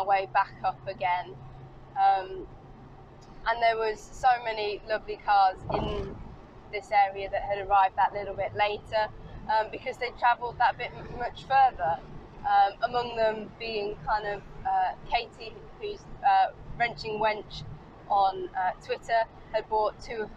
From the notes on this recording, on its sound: all recorded from my 1968 Morris Minor, Peggy